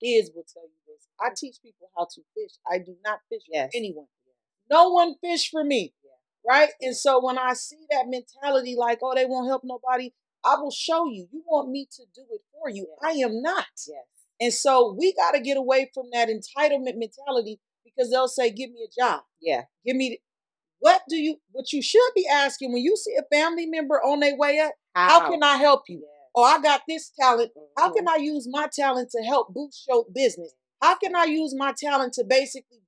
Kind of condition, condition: fault, poor sound quality